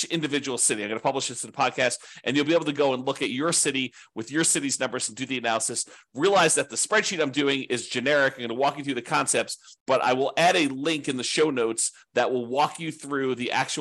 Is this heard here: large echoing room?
no